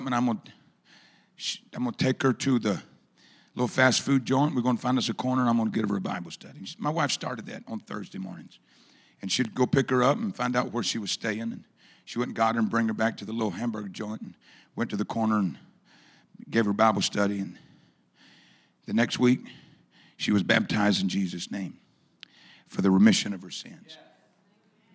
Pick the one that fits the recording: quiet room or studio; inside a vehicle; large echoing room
large echoing room